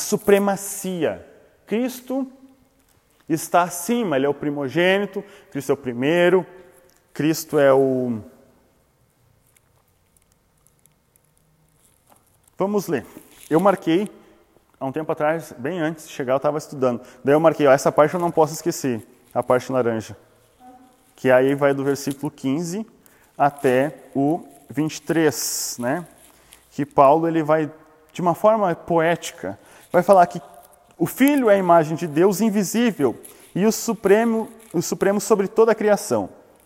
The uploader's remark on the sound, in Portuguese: Áudio não editado extraído do Imersão presencial do dia 08/06/2021.